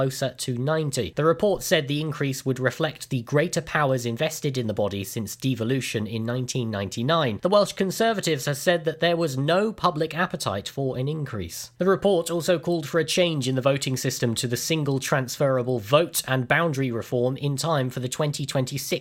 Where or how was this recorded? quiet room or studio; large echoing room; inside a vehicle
quiet room or studio